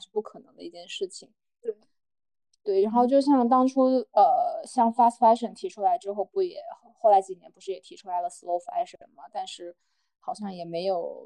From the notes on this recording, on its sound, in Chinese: 本期节目我们三个人分别位于北京，上海，乌鲁木齐，异地录制初次试水可能不够精致与流畅。